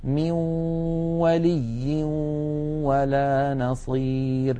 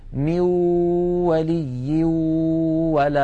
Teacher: عند الإدغام بغنة يخرج صوتان في آن واحد، واو من الشفتين في المثال الذي معنا، وغنة من الخيشوم · Shown in: first take · مجموع هذين الصوتين يشكل النون المدغمة في الواو.